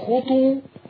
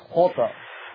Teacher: خلي بالك وانت بتقلقل ما تضمش الشفة ما تقولش خطو إنما خطى فك الشفة · Shown in: second take